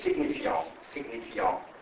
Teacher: La N nasalizza la A e la T non si legge proprio